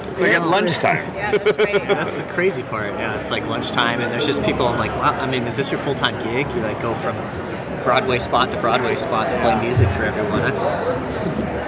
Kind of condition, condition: setting, busy venue